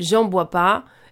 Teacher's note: le « ne » de la négation ne se prononce pas à l'oral ou très rarement et dans certaines régions uniquement.